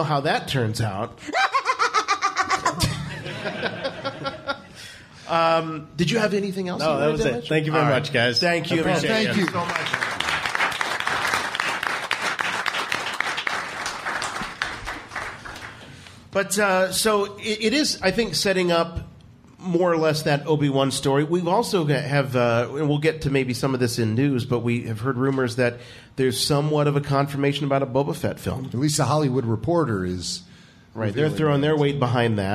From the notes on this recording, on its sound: Our live podcast event recorded in front of a packed house of STAR WARS fans in Cleveland at the Playhouse Square Theater. The mic was open all night for members of the RFR community to jump in on the conversation. This show was recorded on opening night for the movie and it captures the excitement only a room full of die-hard STAR WARS fans can create!